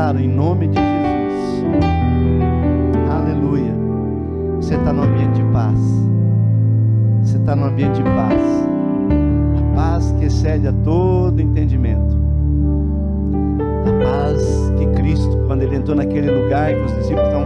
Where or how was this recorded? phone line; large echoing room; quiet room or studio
large echoing room